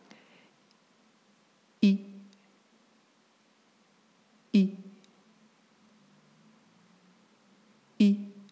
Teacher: Wichtig ist, ein glottaler Anschlag, der ist kurz und der ist nicht hauchig und der ist vor allem aber nicht gepresst